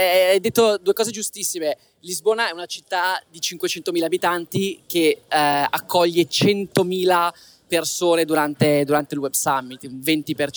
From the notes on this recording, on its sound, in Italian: Registrato live dal Web Summit di Lisbona. Alla più grande conferenza tech d’Europa.